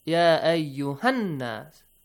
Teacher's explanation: Then if you join it to the next word, nas, ya ayyuhan nas. Quickly, without stretching the sound of ha, you join it to an nas.